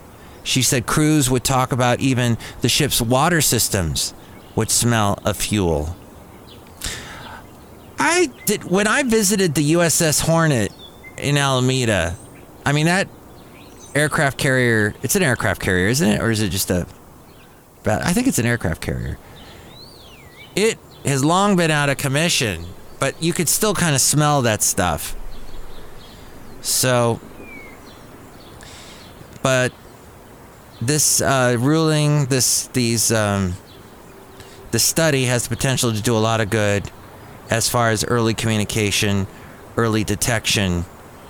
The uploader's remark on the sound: podcasts live from Cafe Anyway